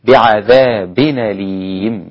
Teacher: بعذاب أليم هنا في حكم النقل، نقل حركة الهمزة إلى الساكن قبلها